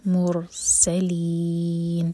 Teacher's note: میم کے دوما کے لیے ہمارے ہوٹ گول ہوں گے لیکن جب رو پر پہنچیں تو ہوٹ گول نہ رہیں